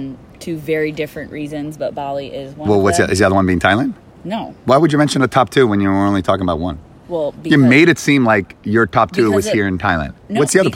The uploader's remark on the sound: Recording in Bali from the cliffs above Pandawa Beach.